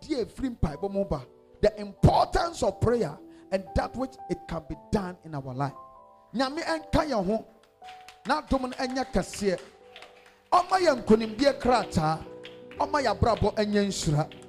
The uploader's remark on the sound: This message was preached at the Adjei Kojo Cathedral in Tema-East Constituency on the 21st of August 2022.